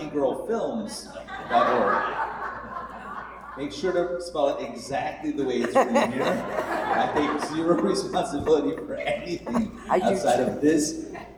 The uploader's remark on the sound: Recorded Live at The Torah Center ATL.